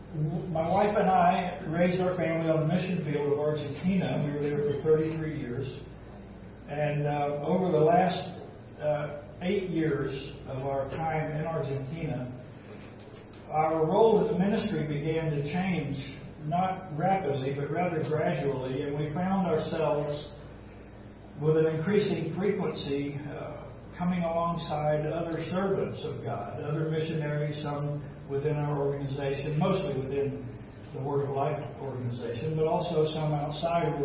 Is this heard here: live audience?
yes